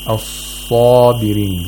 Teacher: The root of the tongue is raised toward the pharynx, and we have this deep sound. · Term: tafkhim